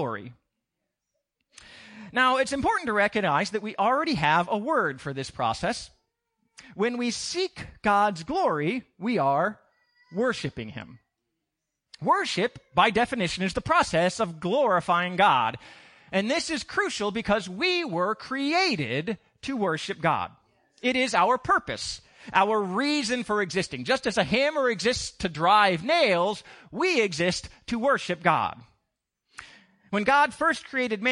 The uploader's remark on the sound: Recorded on 2016-06-12 at the 08:30am Service